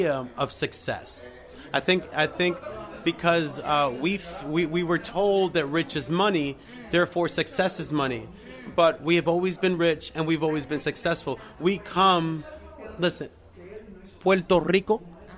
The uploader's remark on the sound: Red carpet correspondent. Covers the Dominican Film Festival NY live!